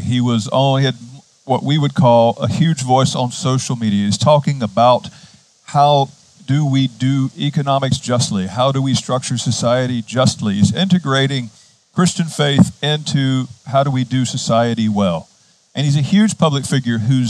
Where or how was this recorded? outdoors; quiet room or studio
outdoors